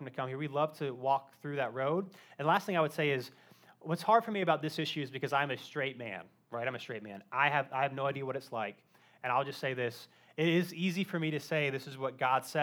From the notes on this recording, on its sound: Live Q & A Sunday: 1st Service